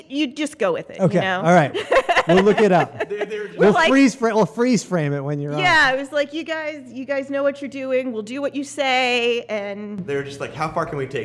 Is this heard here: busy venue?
yes